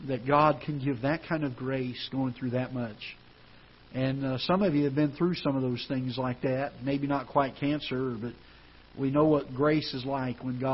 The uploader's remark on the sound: Ketha Heights Baptist Church ~ Live Broadcast